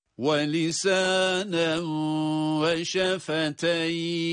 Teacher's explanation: Ve lisanen ve derken idgamı maal gunnedir